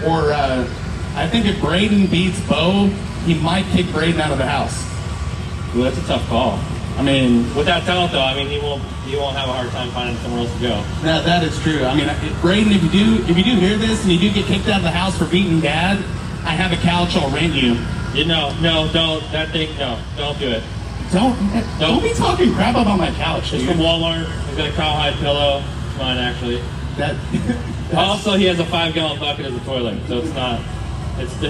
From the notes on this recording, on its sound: LIVE from Estreet MX. He borrowed a microphone and hopped in the announcer booth.